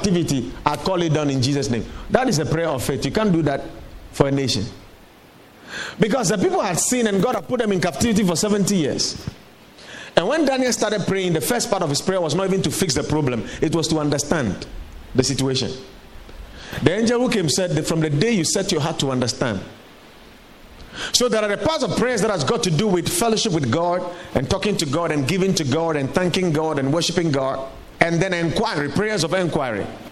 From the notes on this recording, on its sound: Preached at the Watered Garden Church